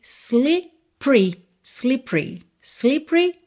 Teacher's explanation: Esse E do meio não é pronunciado.